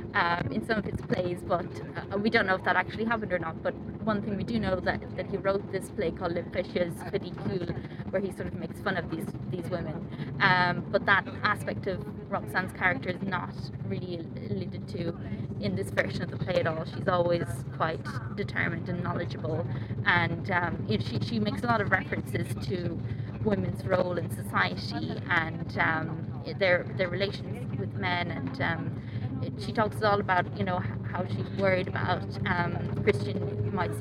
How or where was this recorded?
inside a vehicle